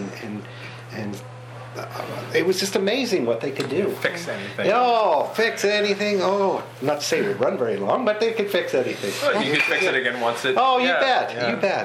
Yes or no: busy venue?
yes